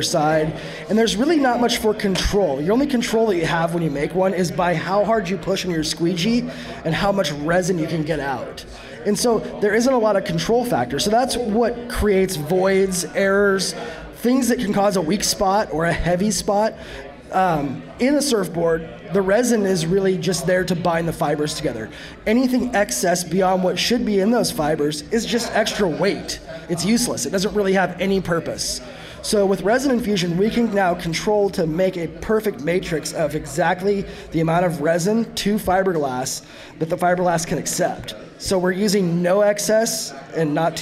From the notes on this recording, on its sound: Recorded live from the 32nd Active Water Sports' Evening With the Stars event in Oregon City.